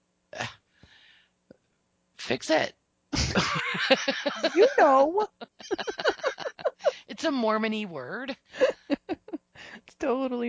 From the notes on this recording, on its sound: We also had some Mosey like audio problems, but nothing that will effect your listening too much.